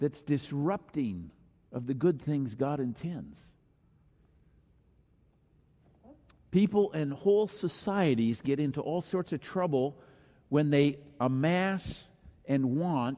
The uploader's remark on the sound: Final message of the Summer Series delivered during the Traditonal Worship service.